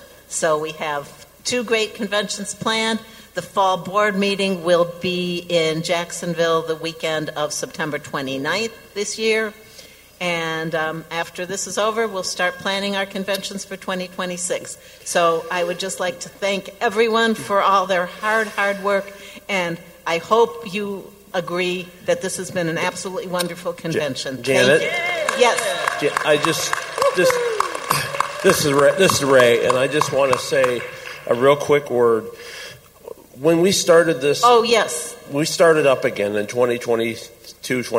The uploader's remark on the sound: 2023 American Council of the Blind 62nd Annual Conference and Convention Renaissance Hotel and Conference Center, Schaumburg, IL and, via Zoom and ACB Media. General Session, July 6, 2023, Schaumburg Ballroom.